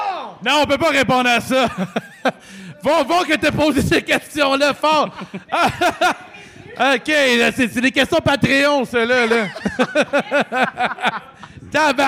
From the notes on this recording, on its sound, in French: 158 - CJDLL Live au Festipod. CJDLL est live au Festipod, le plus gros festival de podcasts au Québec, pour la deuxième année consécutive et cette fois, devant un public en feu !